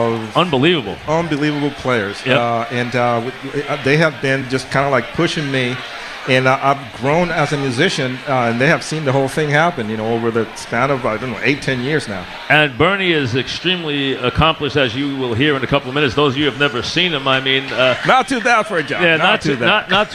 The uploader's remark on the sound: live at Bar